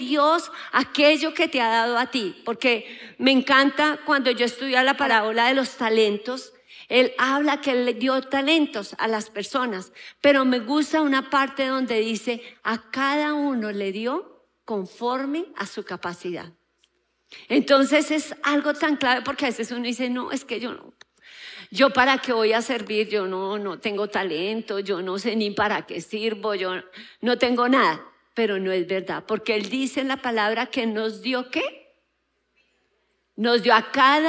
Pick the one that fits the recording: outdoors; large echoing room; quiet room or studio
large echoing room